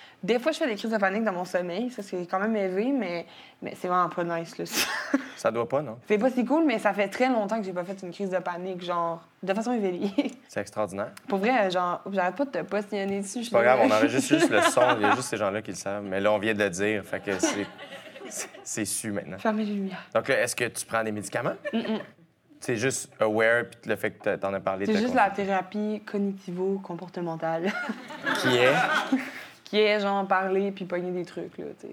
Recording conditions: live audience